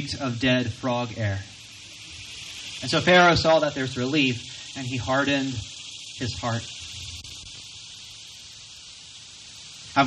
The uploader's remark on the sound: Recorded from our outdoor worship gathering.